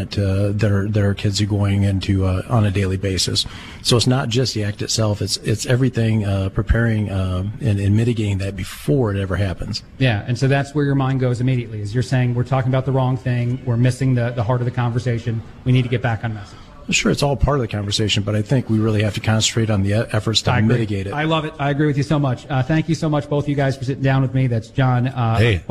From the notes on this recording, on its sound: Live from the 2nd annual T.A.M.R.A. Conference. Broadcast live with many of those involved in the 2nd annual Threat Assessment Mitigation and Response Association Conference.